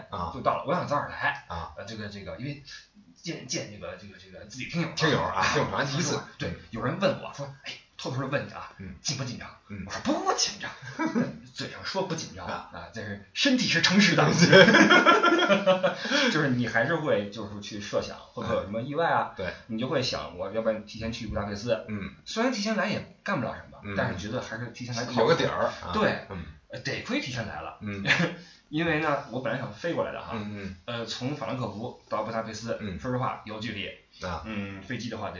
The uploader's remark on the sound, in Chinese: 出门在外没带专业话筒，音质抱歉